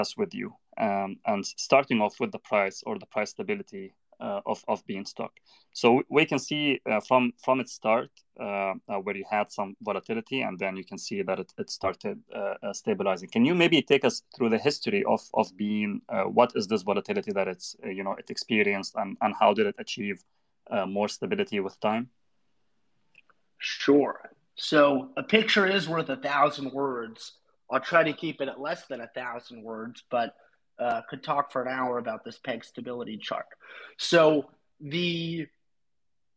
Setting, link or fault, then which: link, video call